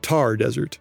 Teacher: Thar is spelled T-H-A-R, but it's pronounced with just a regular T sound. So, Namib Desert and Thar Desert.